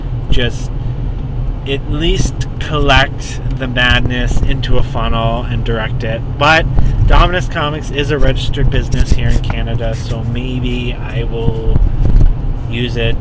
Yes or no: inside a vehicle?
yes